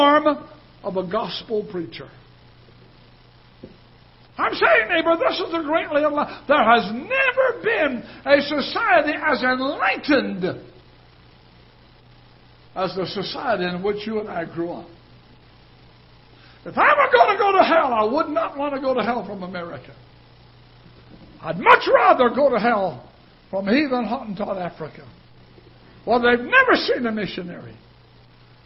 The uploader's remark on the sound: Ketha Heights Baptist Church ~ Live Broadcast